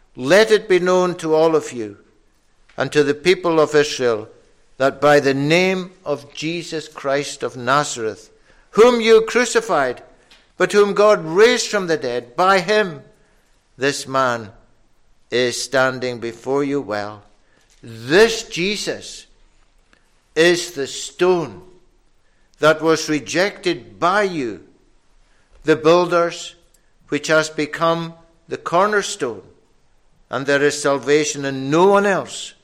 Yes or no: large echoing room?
yes